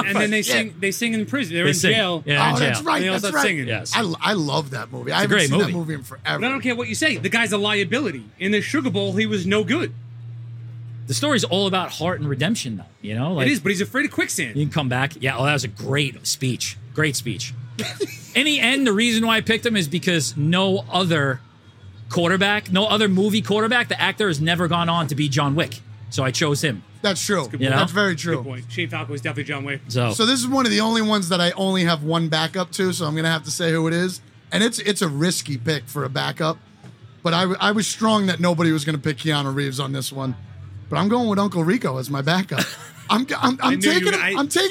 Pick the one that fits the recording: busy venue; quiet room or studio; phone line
busy venue